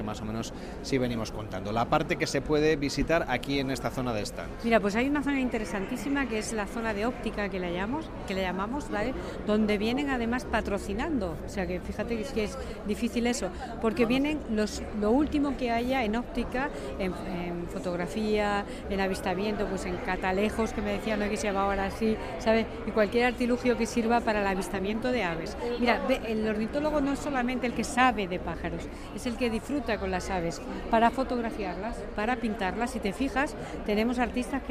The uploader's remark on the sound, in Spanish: En directo, desde Villarreal de San Carlos, en el corazón del Parque Nacional de Monfragüe, nos sumamos a la celebración de la edición número 19 de la Feria Internacional de Turismo Ornitológico. Un evento que atrae a miles de personas de todas las partes del mundo que llegan a este santuario natural atraídos por la observación de las aves.